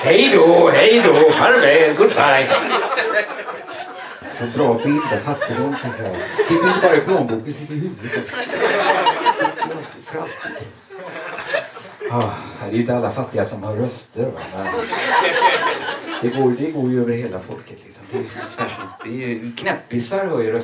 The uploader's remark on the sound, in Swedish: Inspelad i mars 2020 på Bonden Bar i Stockholm.